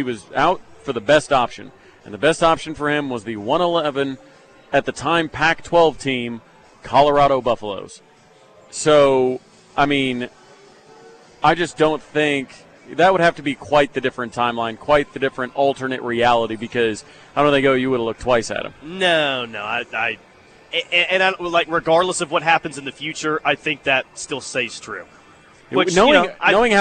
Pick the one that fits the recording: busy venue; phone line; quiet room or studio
busy venue